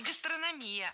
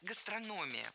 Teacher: Ударение в этом слове падает на третий слог. · Shown in: second take